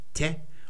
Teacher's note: unbehauchtes T diesmal, da geht es also locker weiter